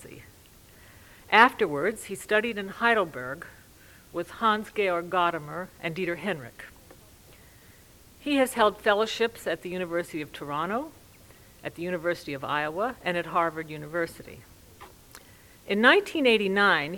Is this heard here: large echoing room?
yes